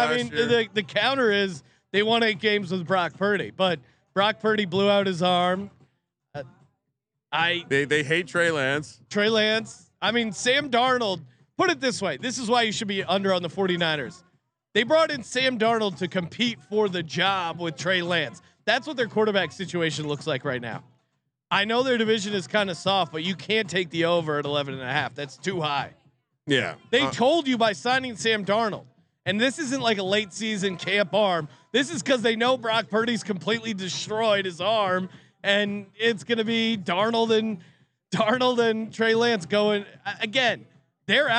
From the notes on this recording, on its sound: live from Circa Stadium Swim